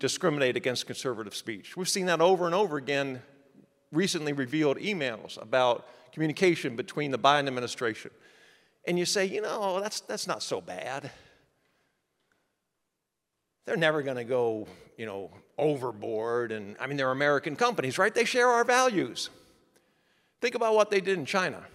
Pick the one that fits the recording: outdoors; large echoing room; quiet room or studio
large echoing room